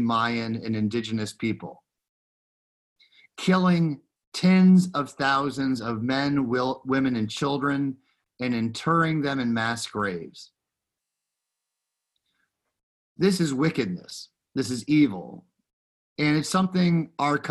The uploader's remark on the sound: Recorded live in Zoom.us